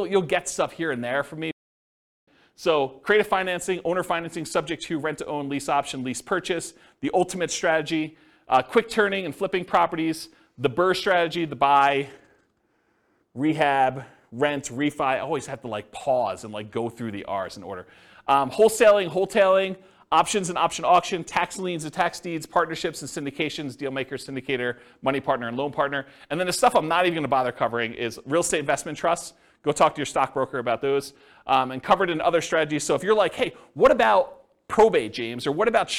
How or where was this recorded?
live audience